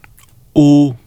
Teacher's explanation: O is a high back and rounded vowel. The tongue tip is in a low position and away from the lower front teeth. The lips are sharply rounded. This vowel is almost like the English vowel U, as in boot, move, shoe.